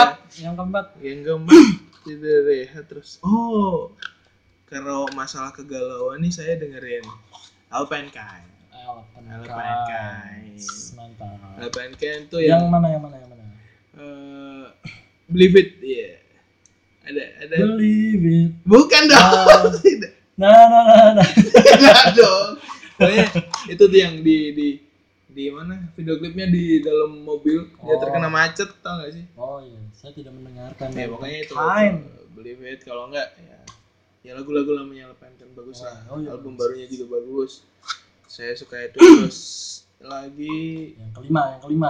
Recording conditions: poor microphone